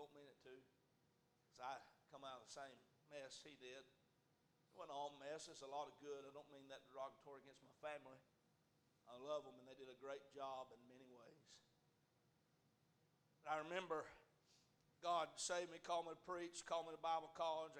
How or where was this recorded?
large echoing room